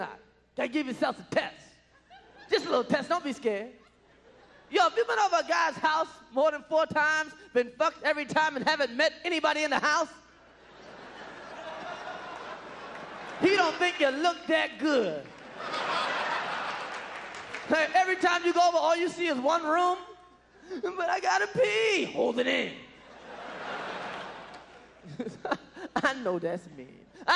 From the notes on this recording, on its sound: performed at the Just for Laughs Festival in 1996